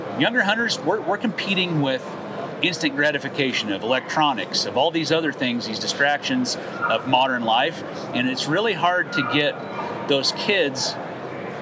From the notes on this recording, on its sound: Hunt Expo Live From the Initial Ascent Mountain Dude Table. It was so good to be back at the Western Hunting and Conservation Expo in Salt Lake, recording live eps. From the Initial Ascent booth!